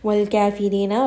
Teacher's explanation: ra is going to be light